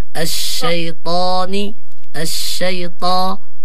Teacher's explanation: مع تفخيم الطاء لأنه من حروف الاستعلاء